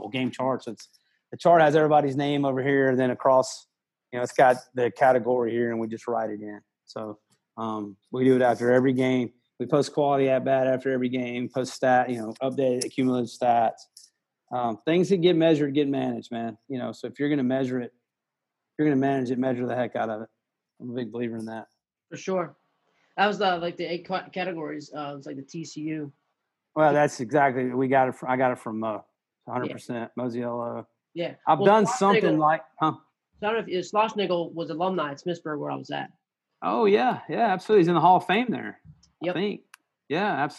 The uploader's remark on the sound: Sunday night Zoom call